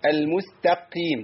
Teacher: يعني عايز اوصل لحضرتك لحاجه ومشاهدينا الكرام، ان انا في كلامي العادي ممكن الكلام الحروف تطلع منضبطه جدا واجي في القران اتكلم فاقول ايه المستقيم، ده خطا. المستقيم يعني بزود تغليظ او التفخيم بتاع القاف. لا لا لا لا، تنزلي بالقاف لان القاف هنا مكسوره في ادنى المراتب.